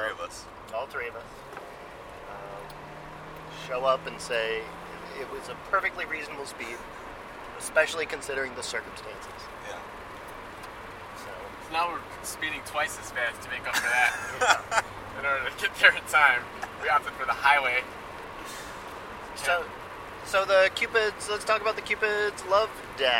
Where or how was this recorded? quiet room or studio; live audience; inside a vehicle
inside a vehicle